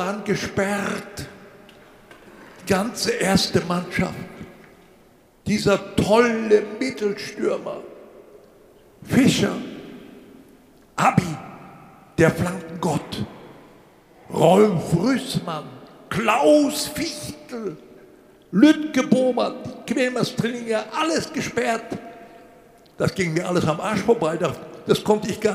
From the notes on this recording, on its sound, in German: Zum ersten Mal live auf der Bühne. In der Glashalle der Sparkasse Wuppertal vor mehr als 200 Gästen getalkt.